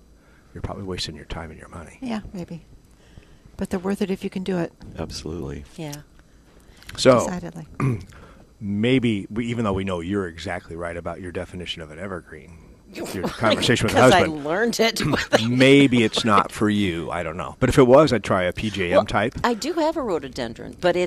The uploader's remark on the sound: Live at Prairie Gardens 1-22-22